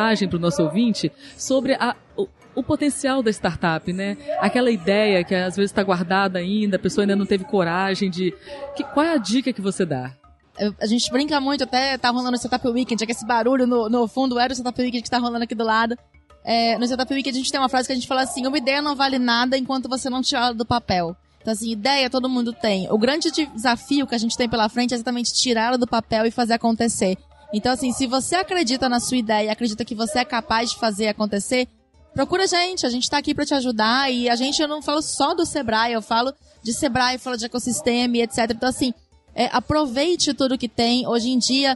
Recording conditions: busy venue